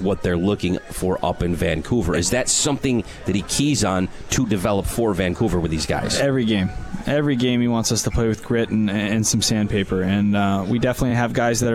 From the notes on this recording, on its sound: Live from Swifty's.